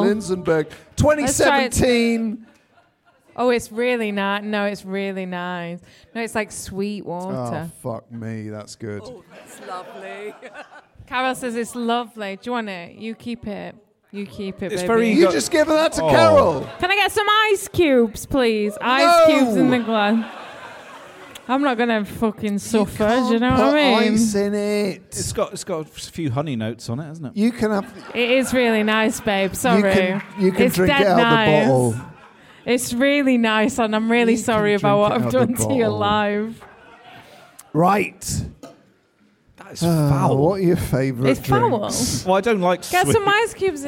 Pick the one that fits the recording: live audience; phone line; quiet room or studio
live audience